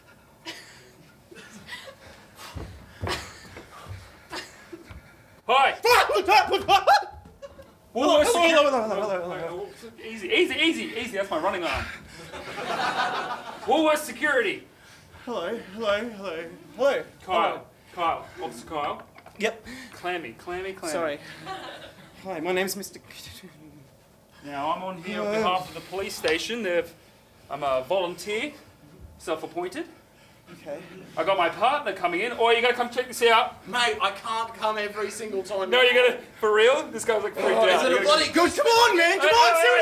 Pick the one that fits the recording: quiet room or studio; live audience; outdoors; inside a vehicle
live audience